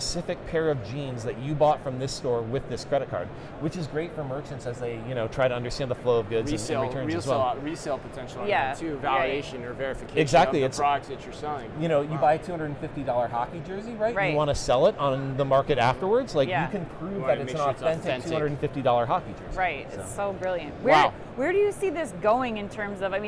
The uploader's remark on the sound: Live From NRF 2024